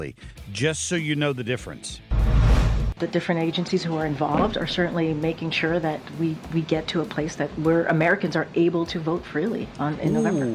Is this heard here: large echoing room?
no